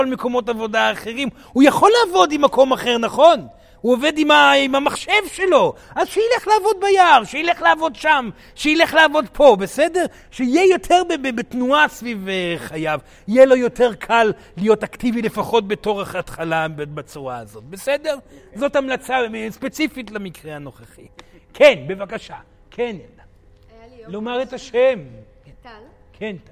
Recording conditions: live audience